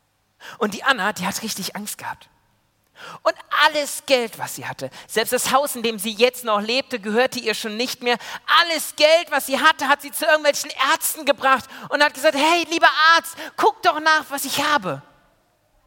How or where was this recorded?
large echoing room